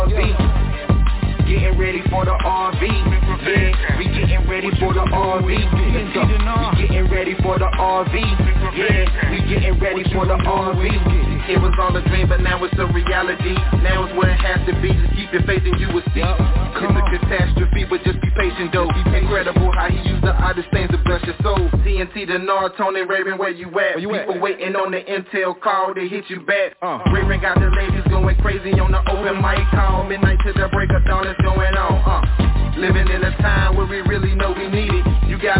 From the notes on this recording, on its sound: TNTSuperfantastic Conference Call